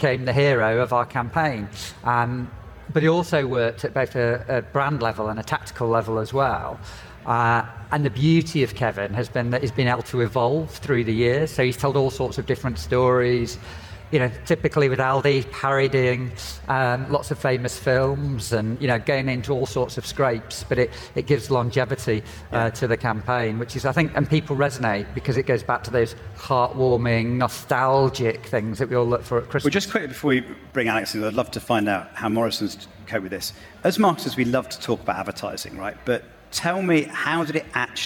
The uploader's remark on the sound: In a special live from MAD//Fest edition of Uncensored CMO. I also caught up with some people live on the floor at MAD//Fest.